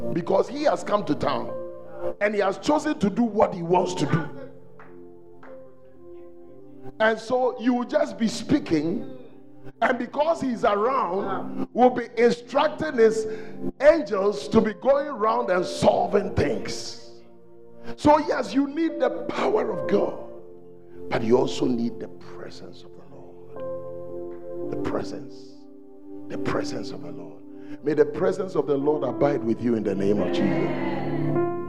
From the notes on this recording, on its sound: on day two at The Celebration Convention, Fountain of Life Cathedral